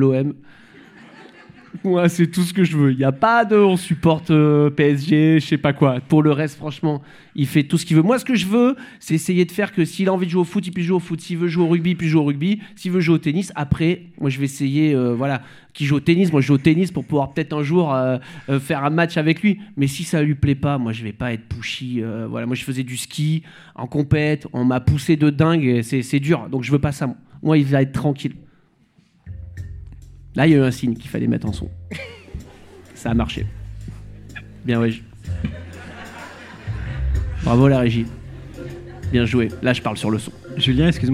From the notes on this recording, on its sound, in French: Cet épisode a été enregistré en public